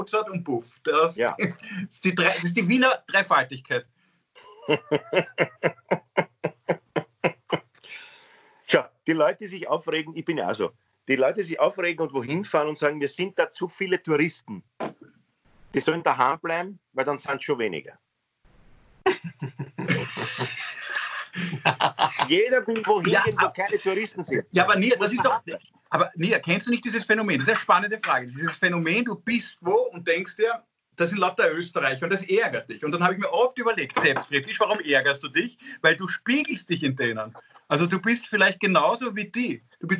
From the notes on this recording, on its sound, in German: Aufzeichnung einer Skype Session. Finden sie ihr Publikum, indem sie einander via Skype am Abend beim Reden zusehen.